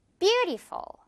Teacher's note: 앞부분, 이 뷰 부분이 가장 큰 강세를 가져야 돼요. 그래서 beautiful.